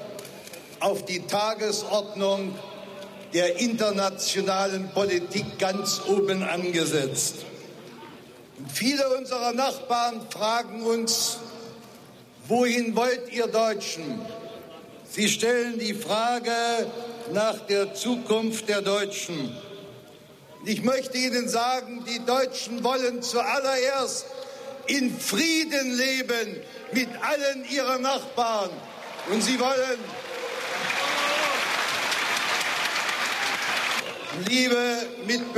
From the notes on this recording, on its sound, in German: Großkundgebung vor dem Schöneberger Rathaus nach der Öffnung der Berliner Mauer. Auf der Großkundgebung vor dem Schöneberger Rathaus in West-Berlin.